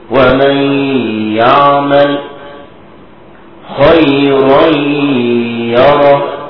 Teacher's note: أمثلة الإضغام بغنة مع الياء حروف ينمو، كقول الله سبحانه وتعالى فمن يعمل ندغم النون الساكنة في الياء ونأتي بالغنة، لذلك سمي إضغاما ناقصا لأننا أتينا بصفة النون وهي الغنة.